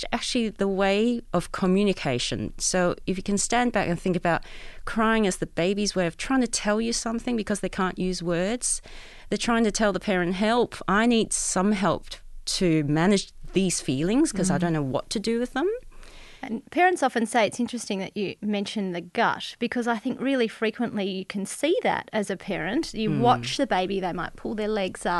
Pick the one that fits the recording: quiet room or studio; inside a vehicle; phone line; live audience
quiet room or studio